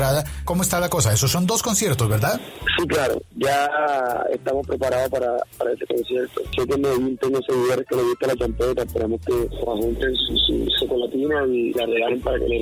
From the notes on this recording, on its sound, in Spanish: Una entrevista telefónica en podcast para conocer más y mejor al cartagenero.